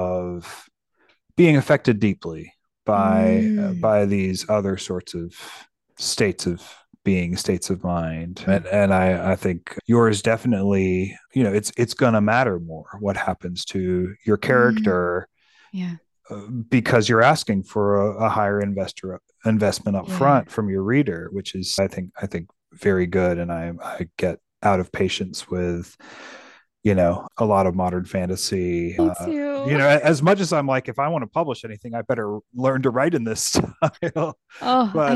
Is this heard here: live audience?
no